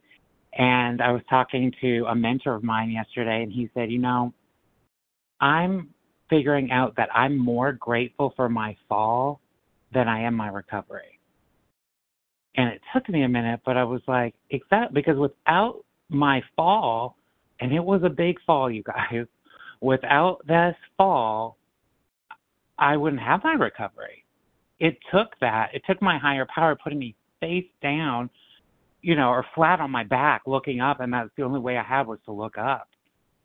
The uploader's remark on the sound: 100 Pounders Phone Meeting